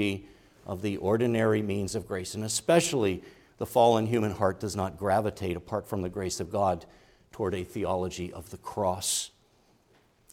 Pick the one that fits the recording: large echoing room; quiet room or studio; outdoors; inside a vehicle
large echoing room